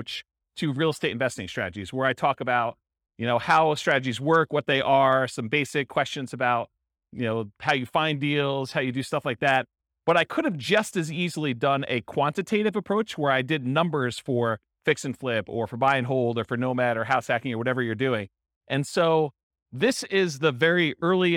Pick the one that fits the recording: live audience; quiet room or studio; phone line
live audience